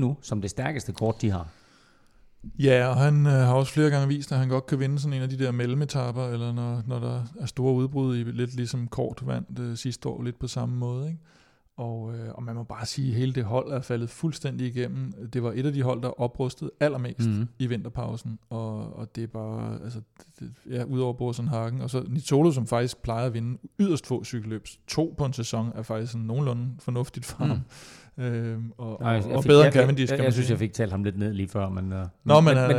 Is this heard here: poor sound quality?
no